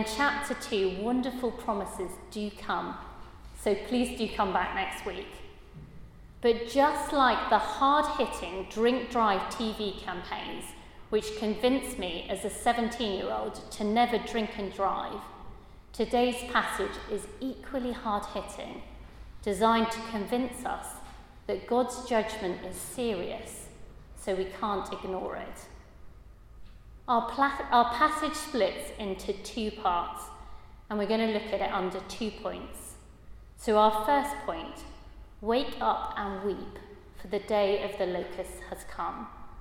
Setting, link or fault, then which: setting, large echoing room